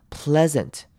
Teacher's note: Pleasant 这个字要特别注意的是 ea，我们会念成短母音 e 的声音